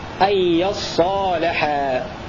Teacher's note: بفتح الياء وفتح الصاد مشددة وألف بعدها وفتح اللام أن يصالحا. إذ أصلها يتصالحا فأبدلت التاء صادا وأدغمت في الثانية فصارت أن يصالحا.